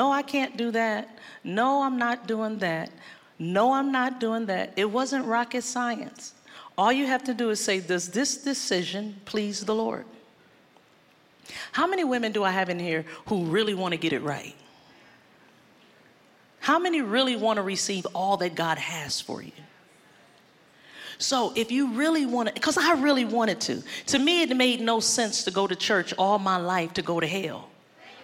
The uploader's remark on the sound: Live at our April 2021 Grove, wrapping our eight year of live gatherings.